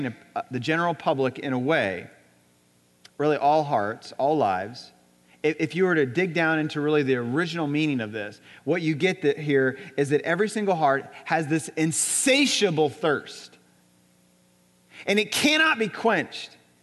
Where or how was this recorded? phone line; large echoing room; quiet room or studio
large echoing room